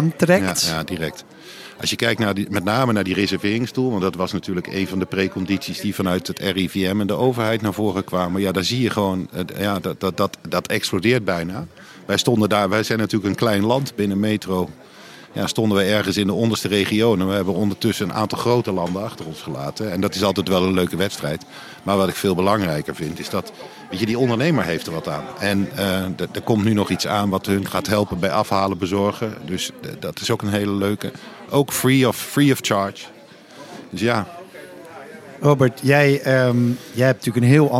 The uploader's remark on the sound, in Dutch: De Buik Live is eindelijk weer live in dit turbulente jaar, tijdens Gastvrij Rotterdam Special.